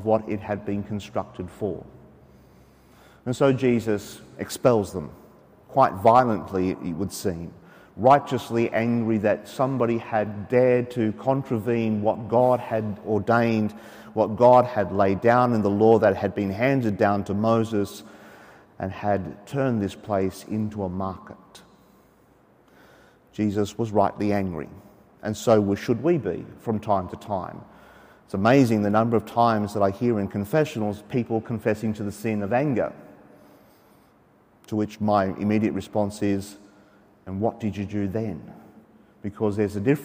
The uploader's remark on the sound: As preached during the 5.30 pm Saturday evening Mass from Sacred Heart Cathedral, Hamilton.